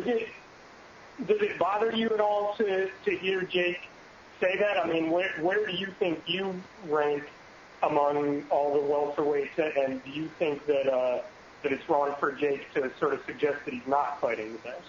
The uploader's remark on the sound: Elite XC Conference call.